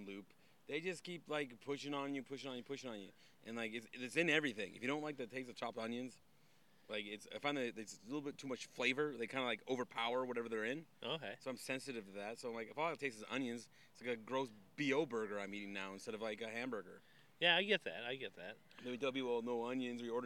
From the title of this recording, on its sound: I am sitting at a park bench